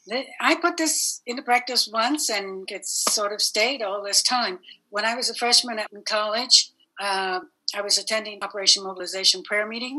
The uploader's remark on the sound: This was Zoom meeting #21